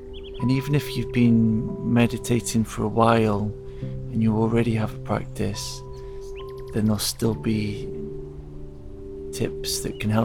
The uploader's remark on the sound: The podcast is recorded in the forest, and the soundtrack contains sound healing.